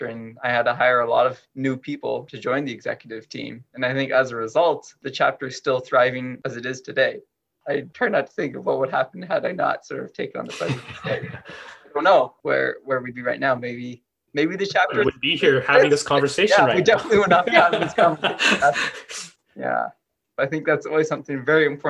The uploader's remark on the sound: Several EWB UW chapter presidents join. A (virtual) fireside chat.